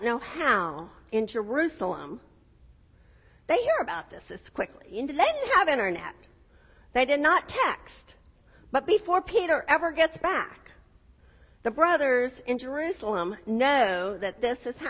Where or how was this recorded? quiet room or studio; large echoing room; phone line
large echoing room